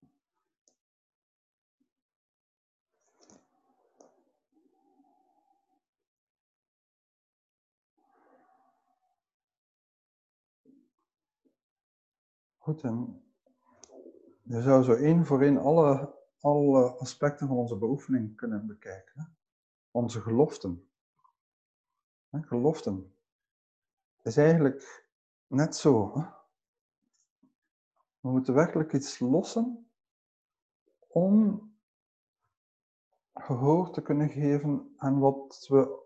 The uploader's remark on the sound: Teisho via zoom